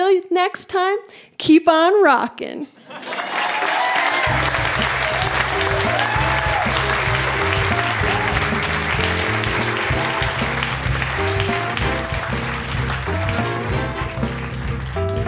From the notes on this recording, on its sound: Recorded live at The Refinery in Saskatoon, SK.